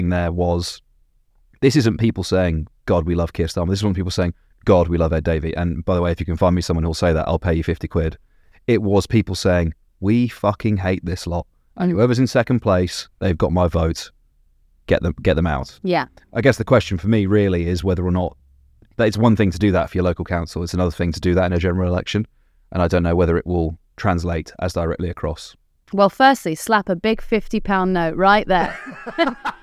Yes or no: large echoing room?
no